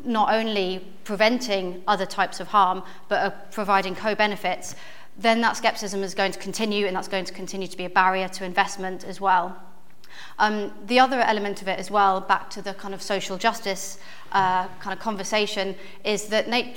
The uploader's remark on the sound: On this live podcast recording of Talking Cop.